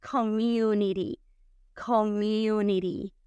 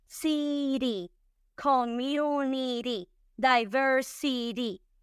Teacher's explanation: vamos a pronunciarla la T suavecita, community, community